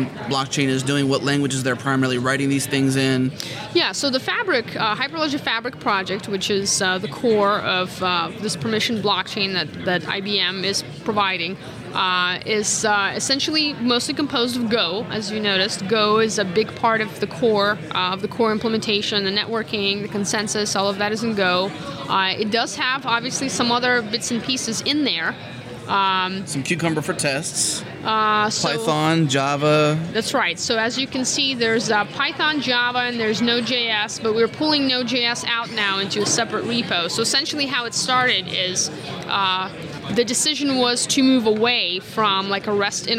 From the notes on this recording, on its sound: In this episode of Spotlight recorded at All Things Open 2016.